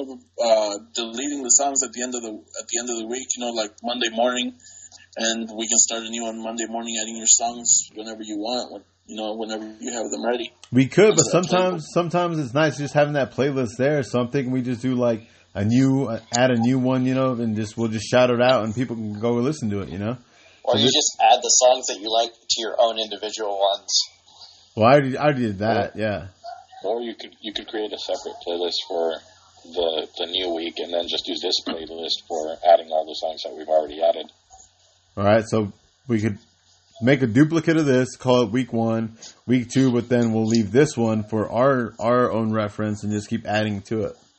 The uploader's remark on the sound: We are still trying to figure out what's the best way to record while we are all on speaker phone